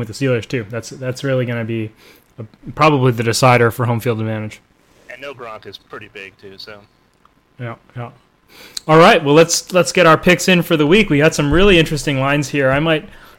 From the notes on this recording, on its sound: Apologies for the audio levels.